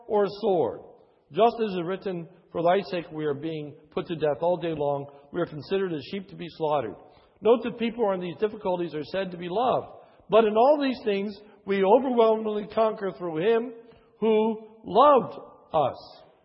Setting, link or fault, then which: setting, large echoing room